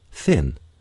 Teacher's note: Both TH sounds come to English from Scandinavian languages and are hard for many non-native English speakers to make. Its linguistic term is the voiceless dental or interdental fricative. · The sound th is a voiceless sound made with the tongue touching the front edge of the teeth. The tongue may stick out slightly.